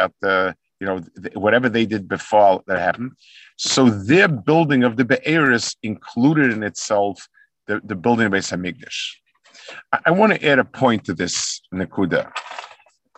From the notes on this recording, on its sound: This shiur take place over Zoom on Motzei Shabbos.